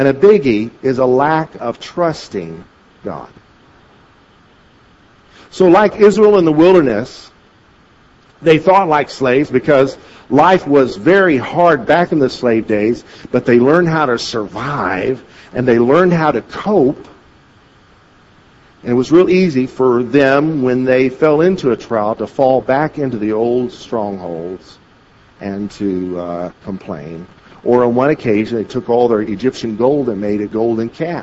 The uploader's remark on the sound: At Victory Christian Center in Bloomington, Illinois